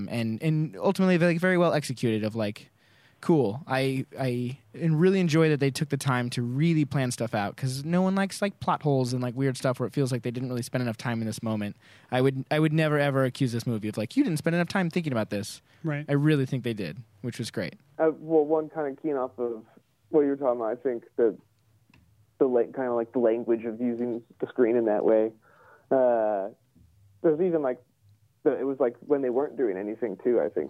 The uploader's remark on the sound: In our first episode with a guest via phone. From his home in Seattle, Washington.